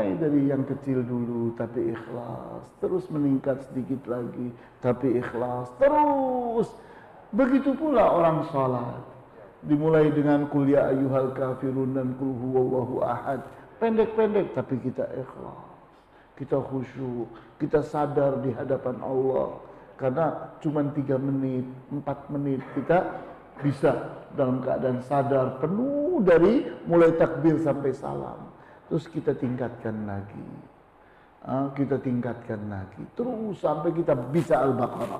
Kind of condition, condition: setting, large echoing room